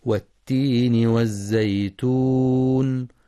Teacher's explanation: يراعى بيان صفة الصفير ورخاوتها في الزاي الساكنة من والزيتون، والوقف على النون بصفة التوسط.